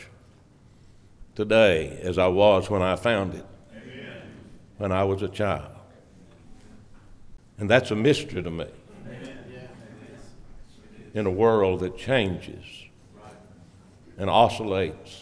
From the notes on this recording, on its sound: preached on 5/27/2023 at the Constitution Service for Blooming Grove Primitive Baptist Church